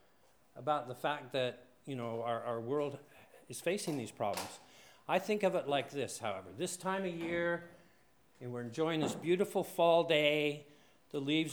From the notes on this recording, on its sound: One of the lunchtime lectures at Cortes Island's Folk University. This session was recorded and broadcast over Cortes Radio in the regular Cortes Currents slot.